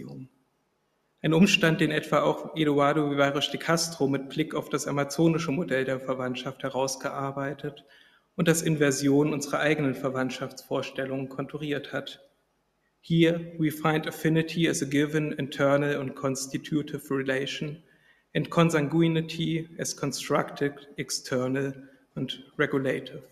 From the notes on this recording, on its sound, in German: Vortrag, gehalten am IFK, dem Internationalen Forschungsforum Kulturwissenschaften, in Wien am 8.